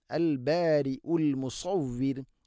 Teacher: സ്വാദ് ഇസ്തിഇല എൻ്റെ അക്ഷരമാണ്, സ്വരഭാരത്തിൽ ഉച്ചരിക്കണം, നാവിൻ്റെ മധ്യഭാഗം അണ്ണാക്കിലേക്ക് ഉയർന്ന് നിൽക്കണം